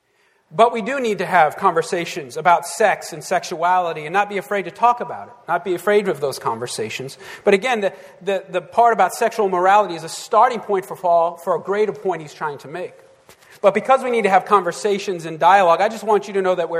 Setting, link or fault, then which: setting, large echoing room